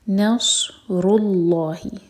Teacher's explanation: جاء نص صاد ہیوی نون لائٹ. نصر اللہ را ہیوی لام جلالہ ہیوی